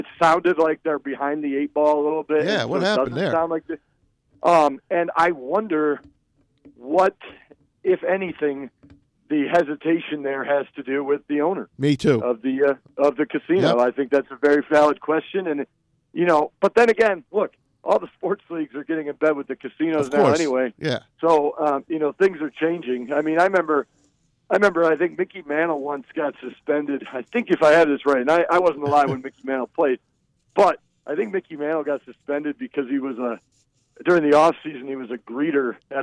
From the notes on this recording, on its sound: joined on the phone